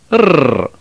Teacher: The only consonant of classical Latin that has no close equivalent to any standard American English phoneme is the letter R. The Latin R, as we heard before, was pronounced with a distinct trill, rrr. Although the trilled R has no counterpart in standard American English pronunciation, it is easily recognized as the R that is used in Italian, Spanish, and in many other European languages.